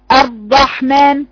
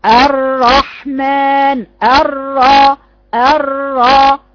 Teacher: إلصاق طرف اللسان بسقف الحنك لصقا شديدا يؤدي لحصر الصوت، وده اللي بنسميه الحصرمة · Shown in: first take